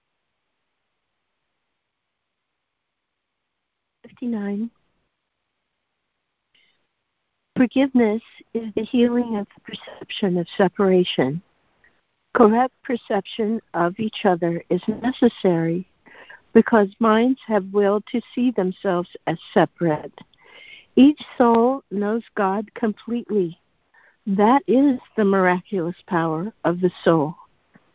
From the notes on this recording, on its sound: ACIM Daily Conference Call